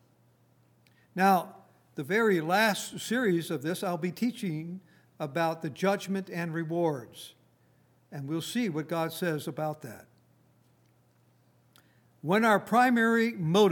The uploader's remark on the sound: Recorded on February 3, 2019, at Grace Bible Fellowship in Front Royal, VA.